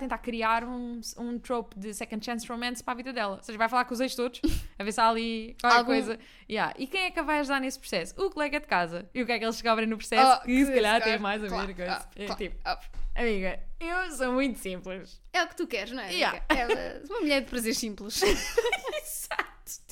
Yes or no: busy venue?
no